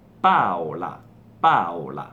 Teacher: Come avete notato in italiano non è Paola con la U, non è Paola, ma è Paola, quindi è una sorta di mix tra le due versioni brasiliane, quindi è scritto con la O, ma la vocale tonica è la A